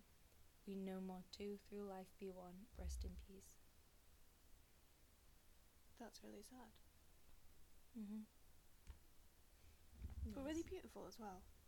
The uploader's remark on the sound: Apologies for the audio interference - we had some technical difficulties but I edited it out the best I could!